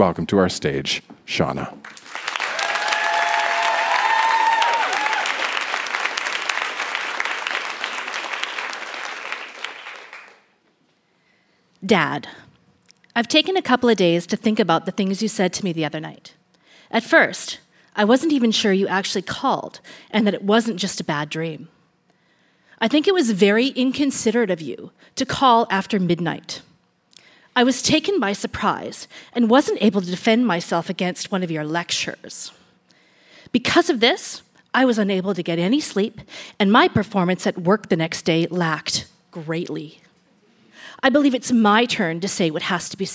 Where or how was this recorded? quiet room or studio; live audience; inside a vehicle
live audience